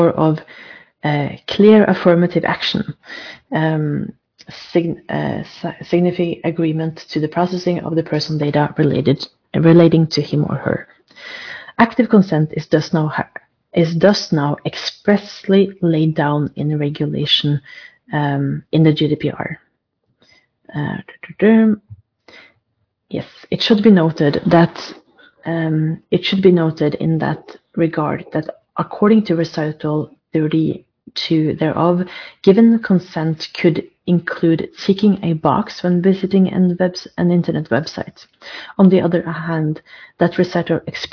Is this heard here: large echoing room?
no